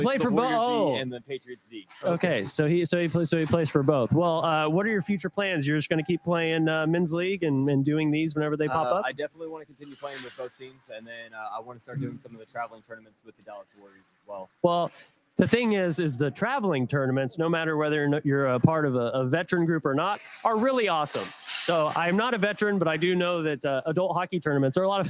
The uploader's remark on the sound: Live from United Heroes League Charity Hockey Game